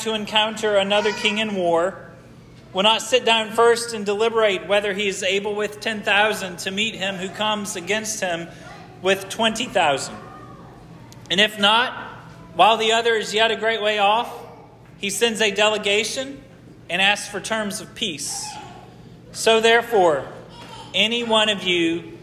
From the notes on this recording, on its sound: This sermon was preached at Hope Fellowship